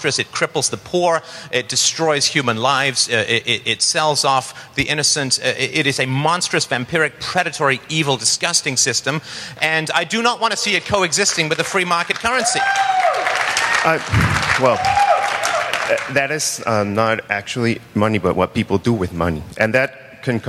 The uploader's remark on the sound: speaks at the Texas Bitcoin Conference